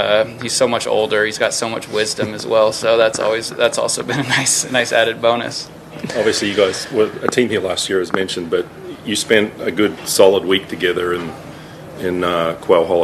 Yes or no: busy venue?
yes